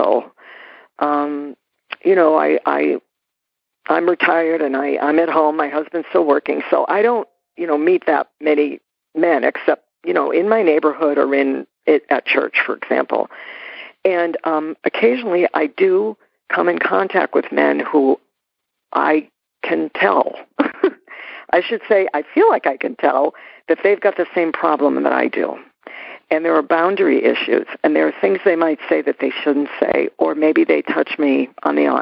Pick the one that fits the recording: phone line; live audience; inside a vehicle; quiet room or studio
phone line